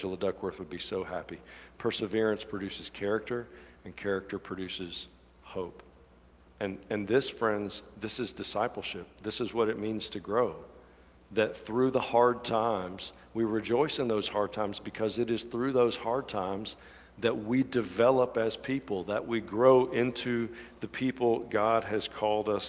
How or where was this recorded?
large echoing room